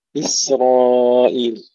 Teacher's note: إسرائيل ترقيق السين مع تسكينها مع الهمس والصفير بدون قلقلة ثم تفخيم الراء جيدا